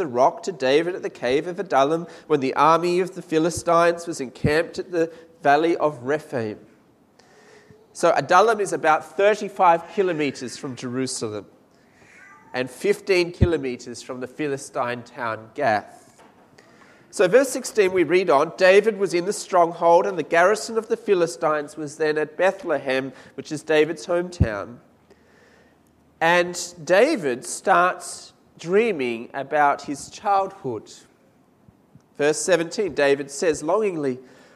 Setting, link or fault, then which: setting, large echoing room